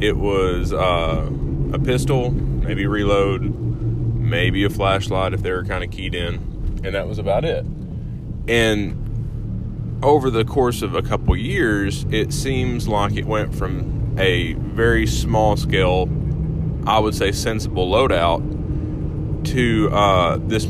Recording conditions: inside a vehicle